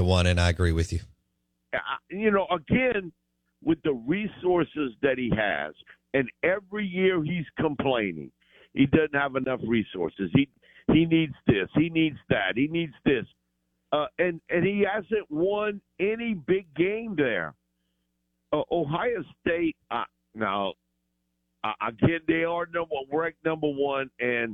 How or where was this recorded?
phone line